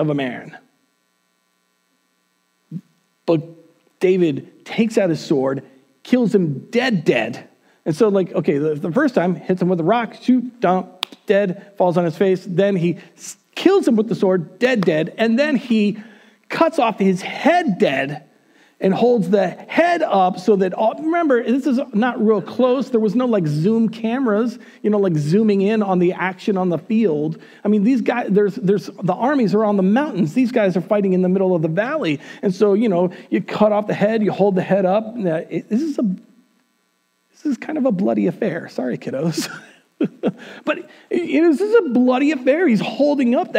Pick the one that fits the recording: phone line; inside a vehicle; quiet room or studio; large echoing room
large echoing room